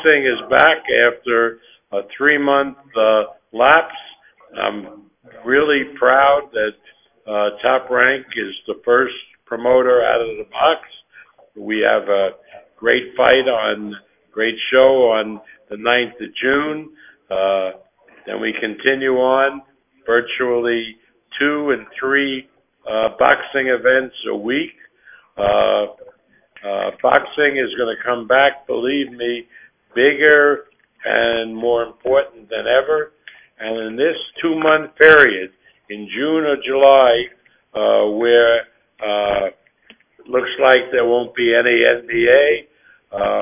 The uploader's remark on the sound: Media Conference Call